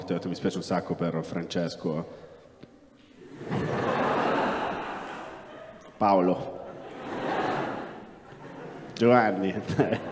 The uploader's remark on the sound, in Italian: tratto dalle serate #improv registrate presso l’università Statale di Milano, il Politecnico di Milano, l’Università Alma Mater di Bologna e l’Università di Padova